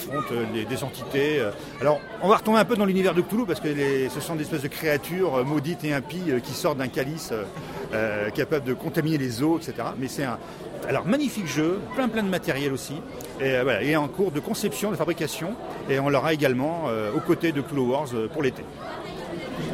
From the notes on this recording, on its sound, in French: RadioVox Cannes 2015. Interview réalisée au festival international des jeux de Cannes édition 2015.